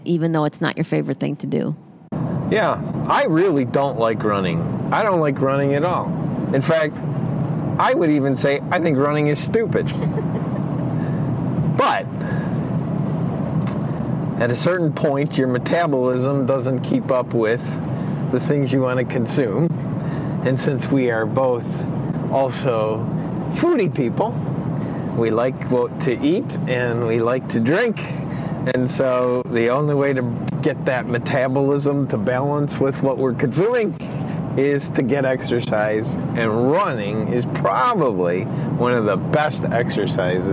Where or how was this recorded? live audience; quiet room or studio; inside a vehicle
inside a vehicle